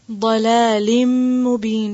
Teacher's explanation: اس تنوین کو یا نون ساکن کو اس اگلے والے حرف کے ساتھ مرج کر دیں گے، اور اس کو ایسا کرتے وقت ساتھ غنہ کریں گے · Term: ادغام